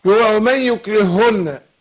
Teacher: الهاء الاولى ادغمت في المشدده ادغمت في الثانيه ما قلتش في هي شددت عشان الادغام مش هي في الاصل